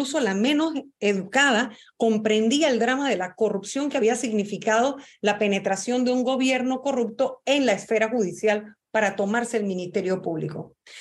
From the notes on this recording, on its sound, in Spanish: grabado durante el taller virtual